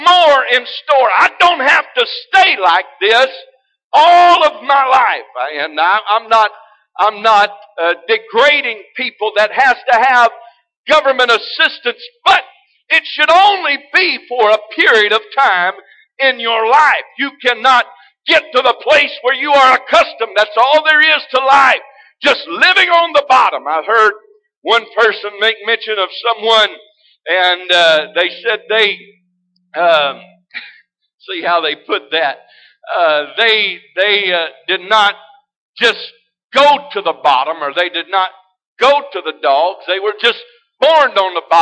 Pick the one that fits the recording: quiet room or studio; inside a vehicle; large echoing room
large echoing room